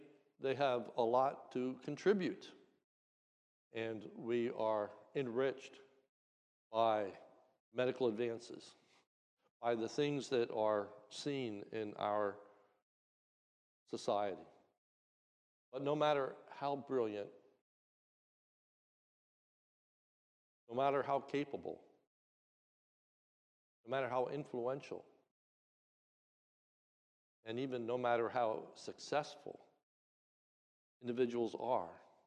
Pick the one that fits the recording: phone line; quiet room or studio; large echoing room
large echoing room